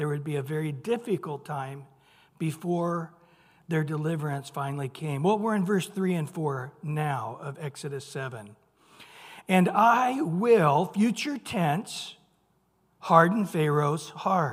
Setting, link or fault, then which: setting, large echoing room